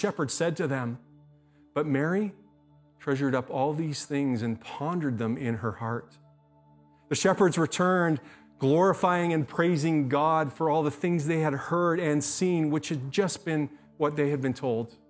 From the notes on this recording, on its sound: speaks at SouthRidge Fellowship, a Langley church